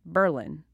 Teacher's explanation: You know, emphasis on the first syllable. It's very, very subtle.